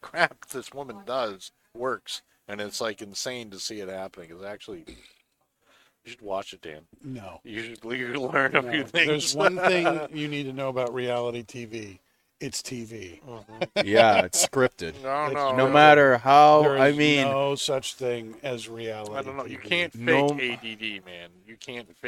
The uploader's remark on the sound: Recorded live from the 7-20-4 Lounge!